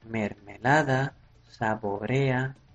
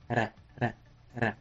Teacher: La R suave está en medio de palabra, solo una R. Cuando decimos mermelada, saborea, que solo vibra un poquito